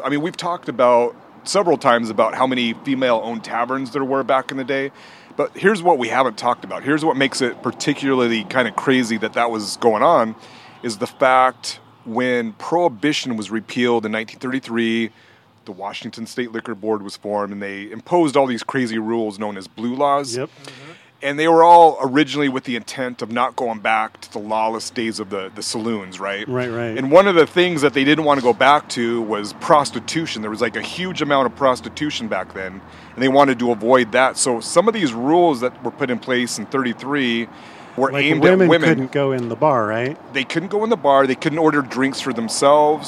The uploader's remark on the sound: Recorded live at the Waterwheel Lounge. Recorded at the Waterwheel Lounge in Ballard.